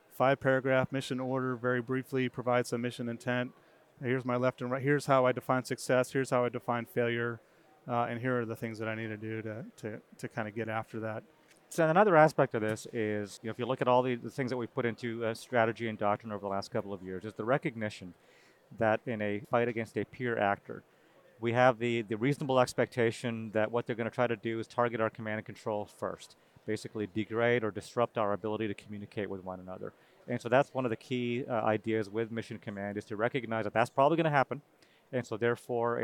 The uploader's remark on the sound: This unique episode was recorded at the Air University booth at the 2023 Air and Space Forces Association Conference.